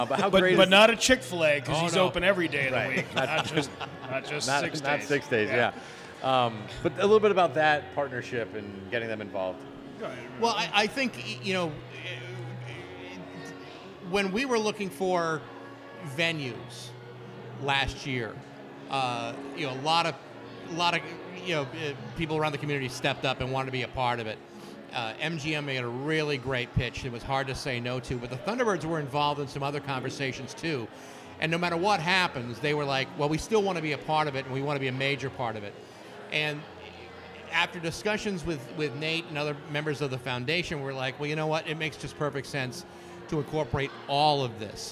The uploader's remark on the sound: SRG Live at White Lion Brewery